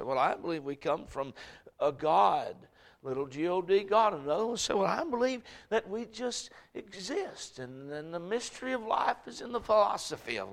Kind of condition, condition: setting, large echoing room